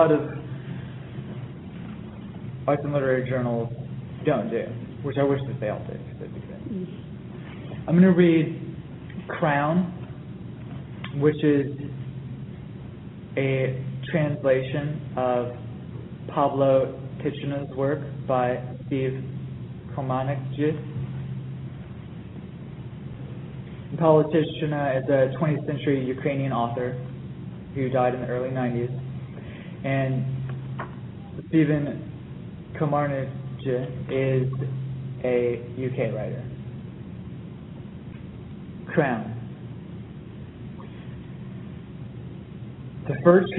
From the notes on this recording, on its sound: Taped live before an audience from the Virginia Humanities Conference at Bridgewater College, Bridgewater VA, April 8, 2011.